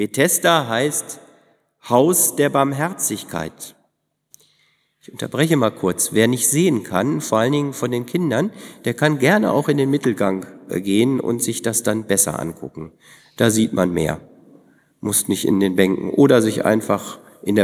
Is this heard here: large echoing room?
yes